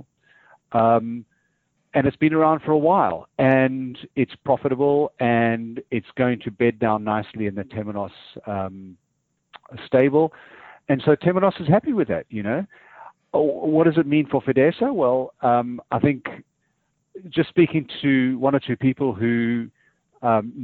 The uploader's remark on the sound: phones in from London